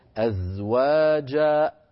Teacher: الوترين الصوتيين بالحنجرة أقفلتهما على بعضهما، فانقطع الصوت مباشرة فخرجت همزة ساكنة